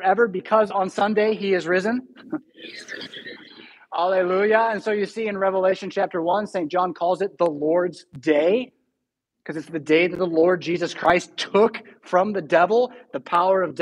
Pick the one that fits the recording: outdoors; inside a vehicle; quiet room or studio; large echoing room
large echoing room